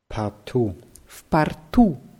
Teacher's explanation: Also das O wird dann als A ausgesprochen, weil am Ende betont wird.